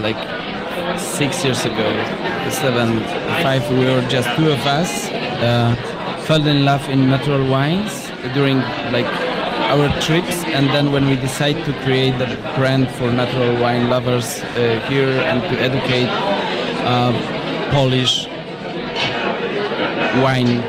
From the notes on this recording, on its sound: Monocle Radio broadcasts live from our inaugural party in Warsaw.